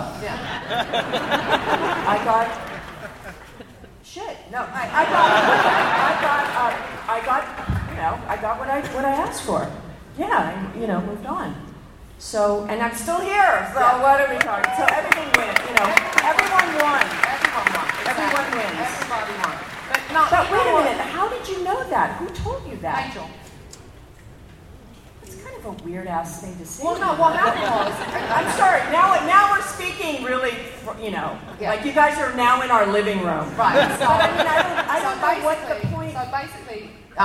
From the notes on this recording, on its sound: We wrap up our coverage of Star Trek Las Vegas 2015 with highlights from the floor